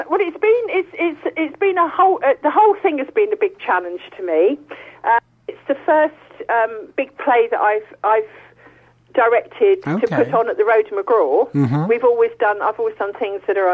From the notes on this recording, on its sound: is joined on the phone